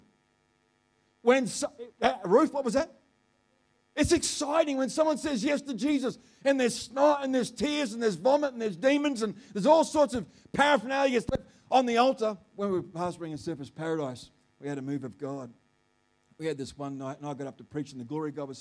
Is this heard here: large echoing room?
yes